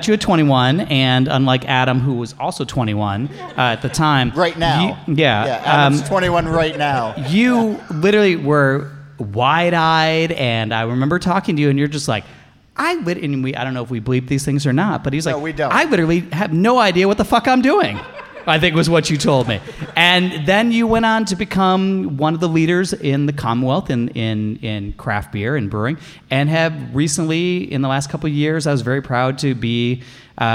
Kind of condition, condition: setting, live audience